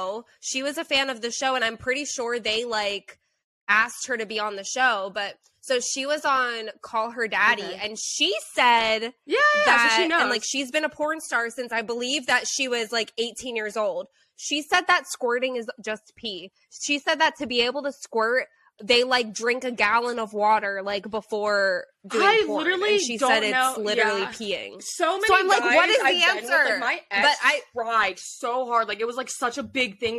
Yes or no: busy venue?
no